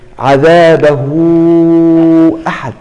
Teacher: هي بالفعل تمد حركتين او تمد اربع حركات او خمس حركات تمام. وعند حمزه ورش تمد الى ست حركات. · الكلمه في نطقها يأتي بعد الهاء واو